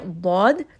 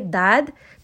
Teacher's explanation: What happens when you put pressure on the tip of your tongue is the lad becomes very light. So if I say lad, I'm using the back sides. If I say dad, now I'm using the tip of my tongue.